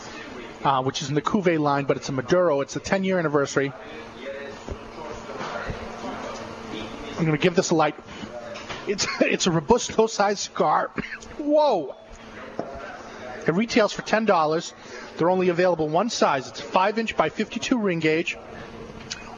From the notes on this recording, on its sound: On location in New Orleans at the 2010 I.P.C.P.R (International Premium Cigar & Pipe Retailers Association) tradeshow.